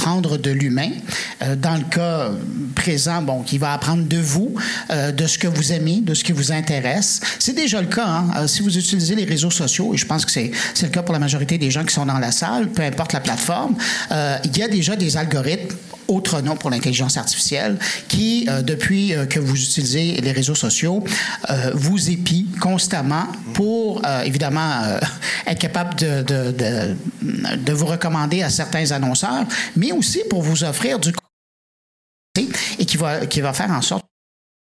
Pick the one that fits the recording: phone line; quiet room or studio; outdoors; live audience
live audience